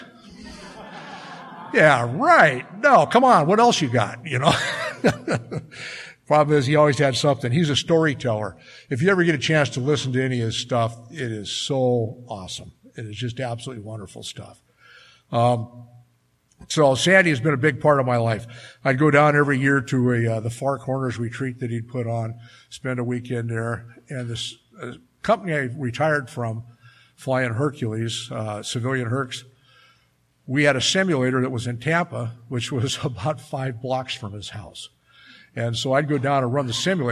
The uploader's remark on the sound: Speaking at the Live at Pine Lake Speaker Meeting held every Saturday Night in Seattle, this was in May of 2016.